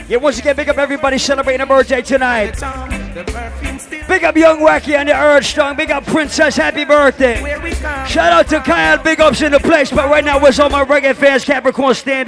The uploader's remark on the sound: LIVE AT ISLAND SATURDAYS